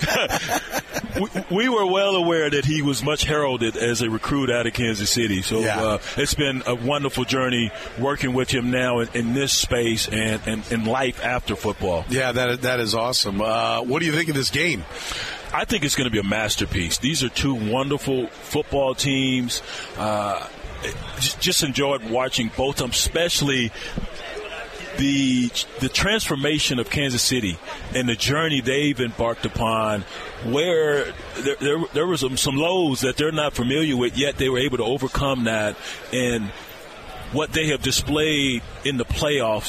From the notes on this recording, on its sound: Thursday's Program was once again live from Radio Row in Las Vegas.